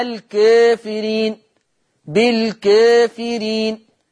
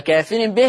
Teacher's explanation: قرأ ورش بتقليل الألف قبل الفاء في لفظي كافرين والكافرين · Shown in: first take